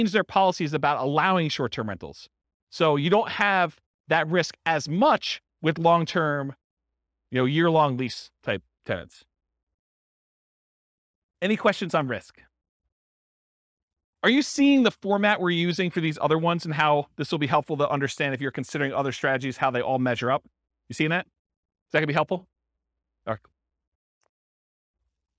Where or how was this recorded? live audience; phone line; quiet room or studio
live audience